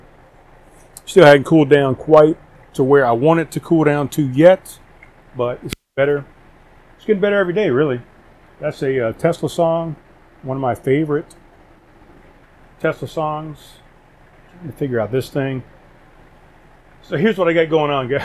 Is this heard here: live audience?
no